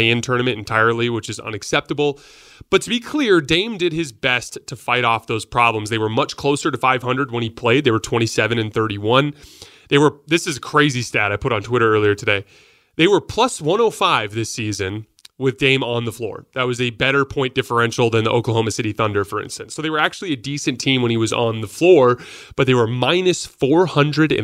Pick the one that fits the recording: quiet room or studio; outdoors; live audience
quiet room or studio